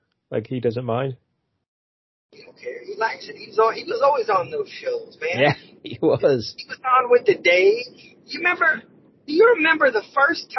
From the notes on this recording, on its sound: While driving home from Vegas.